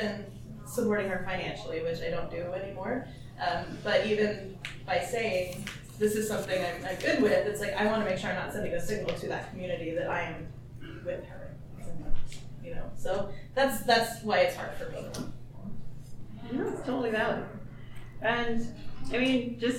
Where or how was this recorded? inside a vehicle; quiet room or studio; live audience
live audience